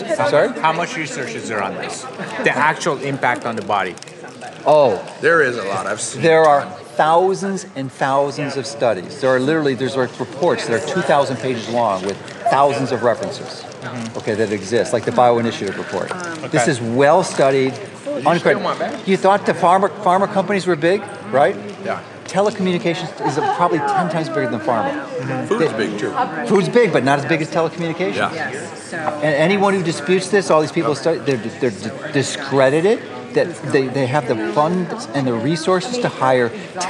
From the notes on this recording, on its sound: This is a recording from some of my time at the Bulletproof conference.